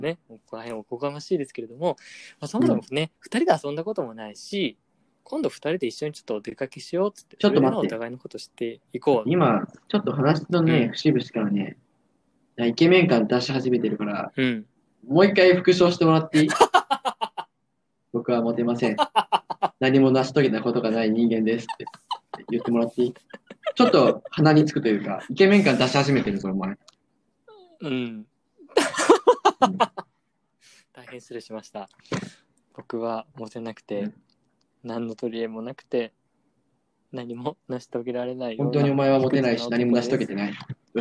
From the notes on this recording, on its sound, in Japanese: 音質と内容が低品質です